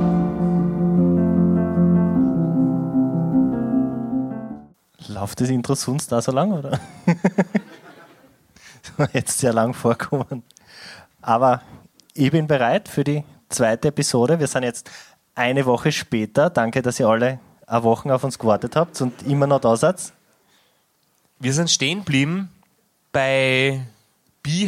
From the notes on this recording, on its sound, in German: Live Aufzeichnung im Grazer Orpheum Extra. Der Abend wird mit Fragen aus dem Publikum, und einer Audio Nachricht.